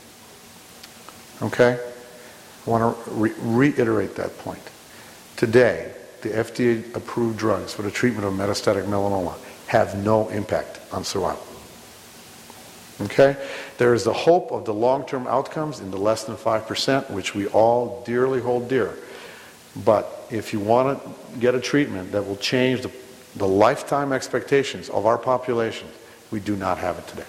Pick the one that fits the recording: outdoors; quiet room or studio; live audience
live audience